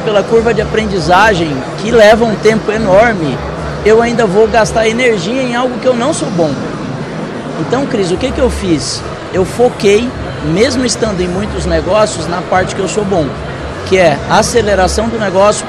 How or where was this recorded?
busy venue